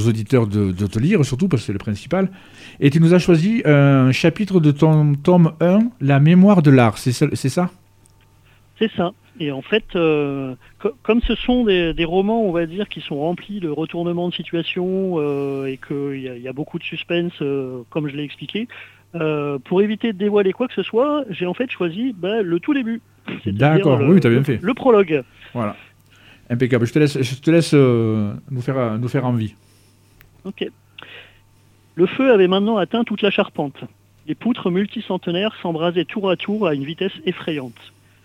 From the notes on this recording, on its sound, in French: Reçoit par téléphone.